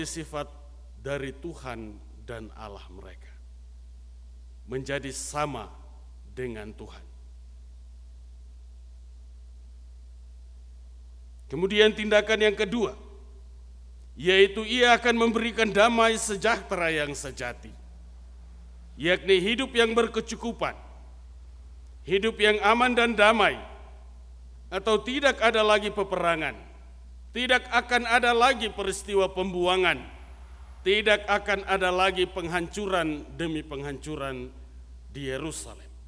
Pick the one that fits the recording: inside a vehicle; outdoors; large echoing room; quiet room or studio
large echoing room